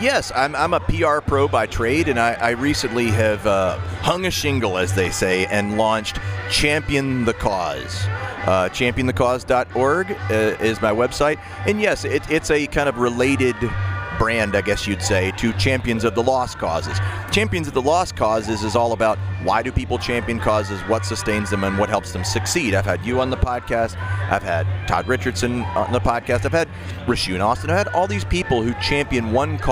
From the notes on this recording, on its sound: Talks with two guests on location at Midtown Con in Memphis.